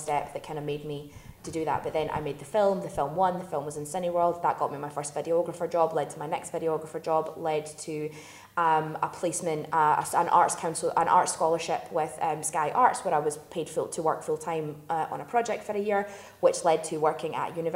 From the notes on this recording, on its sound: Special live episode. This episode was recorded on Sunday the 8th of October at the HB Film Festival.